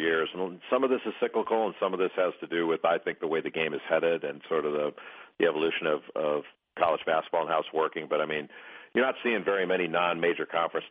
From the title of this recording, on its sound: ESPN CBB Conference Call